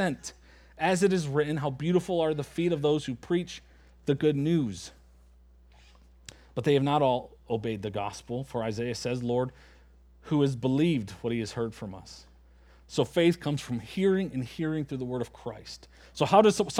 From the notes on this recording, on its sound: at Springbrook Church in Antigo, WI.